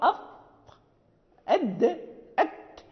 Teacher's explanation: الطاء هي الأقصى للداخل ثم الدال ثم التاء